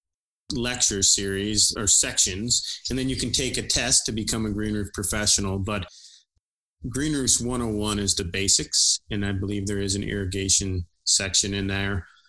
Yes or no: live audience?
no